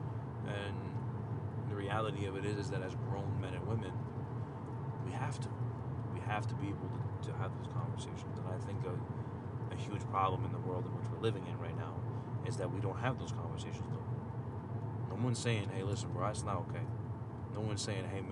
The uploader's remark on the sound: Just a random rant apologize for the sounds of driving on the road.